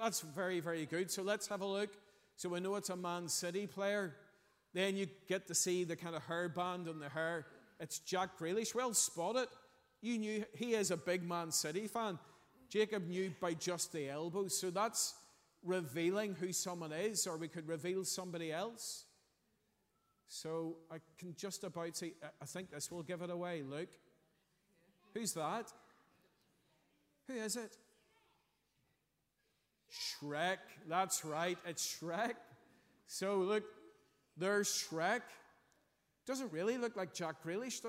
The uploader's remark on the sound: Morning service.